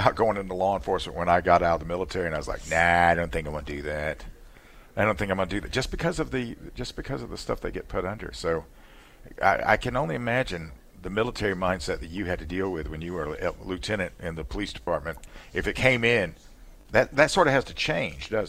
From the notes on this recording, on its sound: Live at Upstate Warriors.